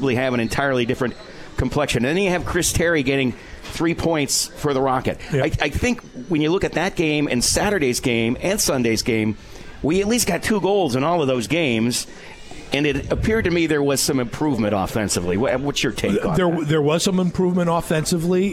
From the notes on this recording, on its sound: Live from Swifty's